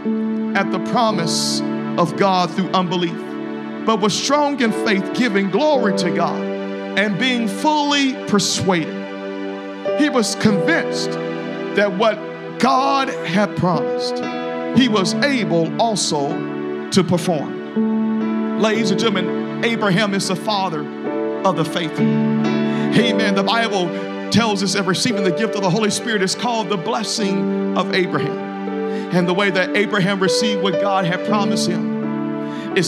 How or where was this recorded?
large echoing room